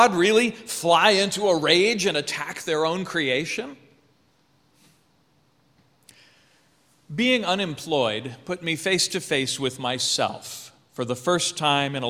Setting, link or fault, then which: setting, large echoing room